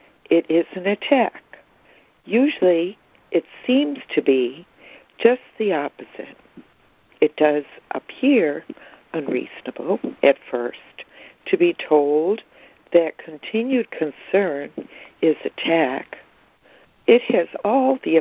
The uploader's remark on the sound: ACIM Daily Conference Call.